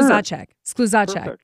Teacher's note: Just put the accent on the second syllable and you will be 100%.